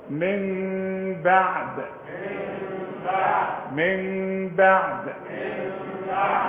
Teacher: اقلب النون لميم واخفيها وغنها